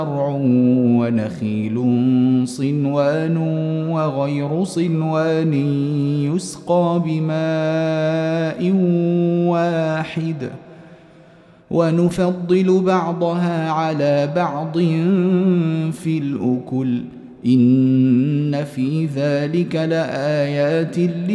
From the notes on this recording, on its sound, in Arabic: مسجل من صلاة التراويح بمسجد السلام بحي مشرفة بجدة.